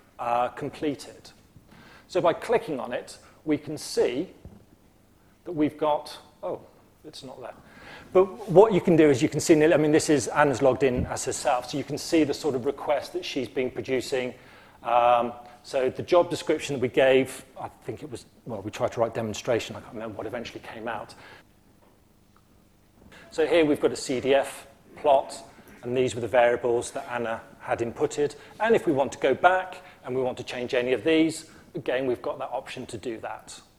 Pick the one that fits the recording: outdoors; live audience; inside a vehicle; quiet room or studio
live audience